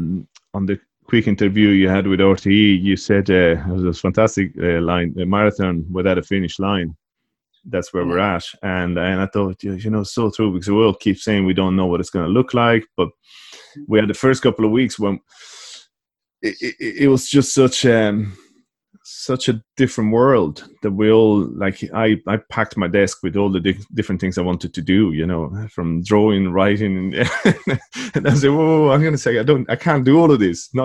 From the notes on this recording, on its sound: Over Zoom. In Ireland, at the time of recording, we are at week three of this new reality.